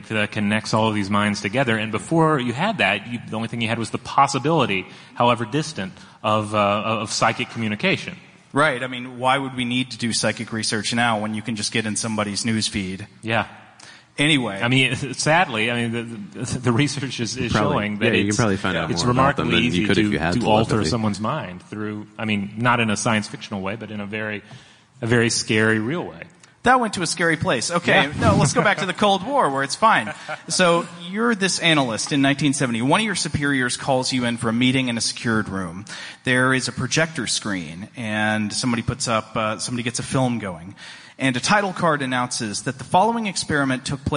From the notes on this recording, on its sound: Stuff to Blow Your Mind Live. A live journey into the upside-down from New York Comic Con 2017.